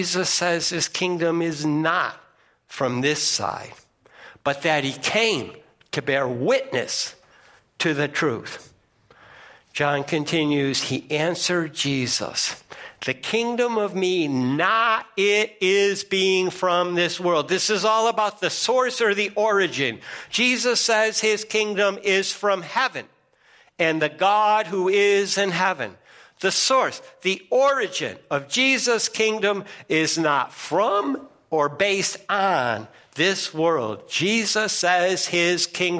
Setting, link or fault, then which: setting, large echoing room